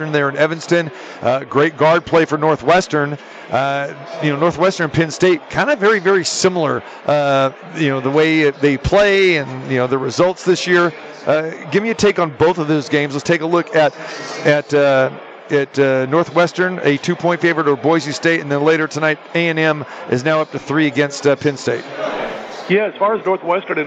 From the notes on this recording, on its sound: Live From the Super Book. March Madness ambience and crazy finishes in the opening round of the NCAA Tournament. At the Westgate Las Vegas.